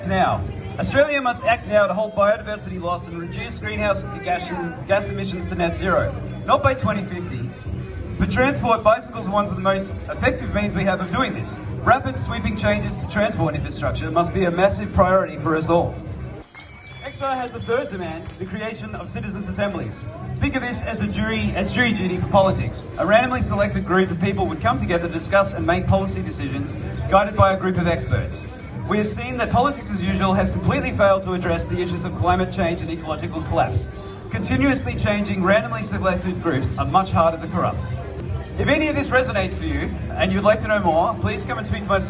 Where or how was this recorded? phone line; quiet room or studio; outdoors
outdoors